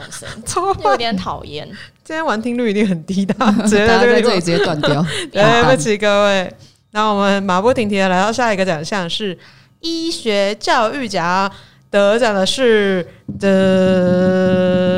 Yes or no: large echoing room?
no